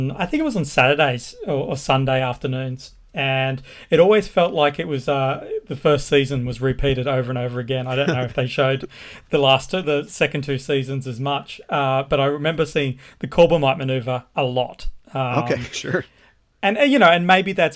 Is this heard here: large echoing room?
no